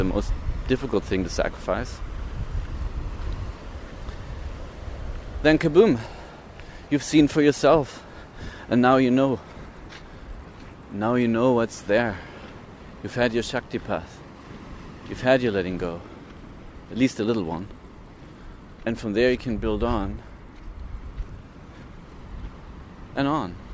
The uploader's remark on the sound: Walks on the beach in Sri Lanka as he talks into an audio recorder. This is the unedited version of this unscripted podcast.